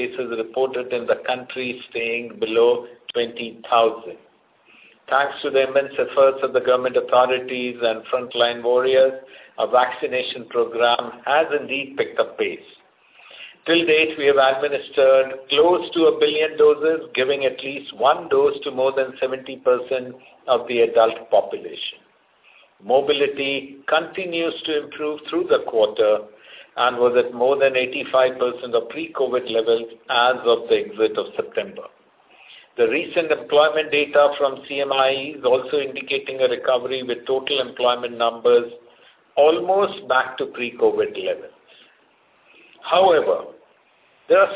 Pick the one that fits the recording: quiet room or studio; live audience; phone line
phone line